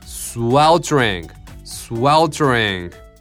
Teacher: この T の後のこの母音はね、もう本当ね曖昧なので、もうむしろないぐらいの意識でも T から R トリトリぐらいの感じでいくとね、バランス的にはすごくねこなれた感じになります。スウェルトリングスウェルトリング。